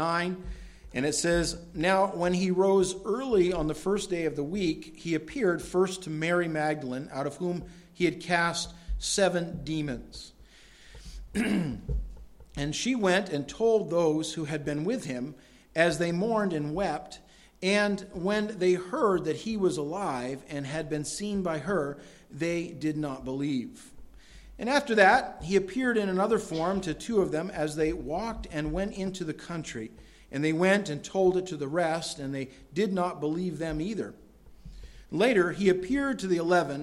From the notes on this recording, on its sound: delivered at Madawaska Gospel Church